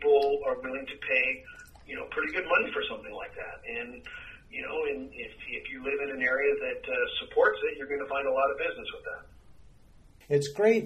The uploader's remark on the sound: Phone Interview